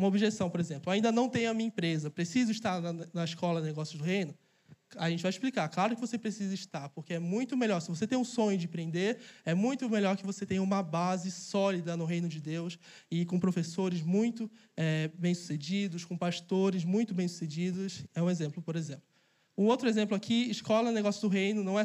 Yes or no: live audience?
yes